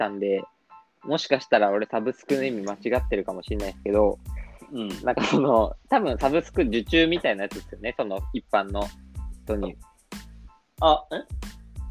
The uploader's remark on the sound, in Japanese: リモート収録。